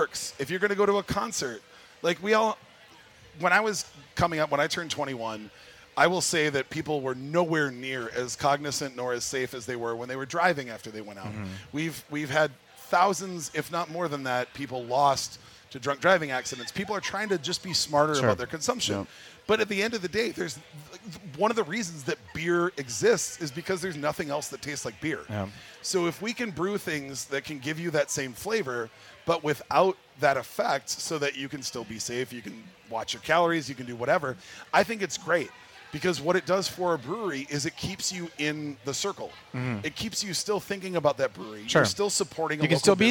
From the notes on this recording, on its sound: live at the MN State Fair